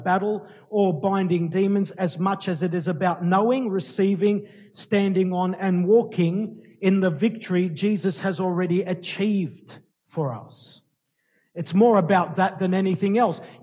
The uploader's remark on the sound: Recorded live at Light of the World Ministries Church in March 2018